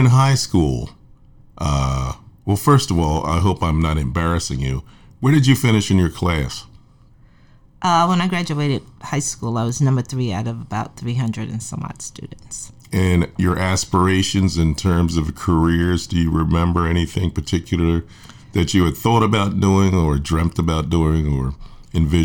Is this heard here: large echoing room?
no